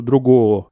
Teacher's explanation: И у нее вот этот «в», он у нее билабиальный, у нее получается другого. Вот, у нее получается как будто бы два акта экспирации, два выдоха на «о»